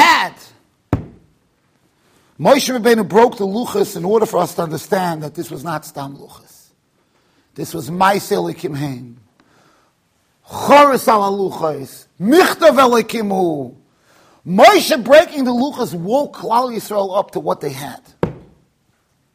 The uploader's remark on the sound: Shiur recorded in Yeshivas Ohr Reuven, Monsey NY.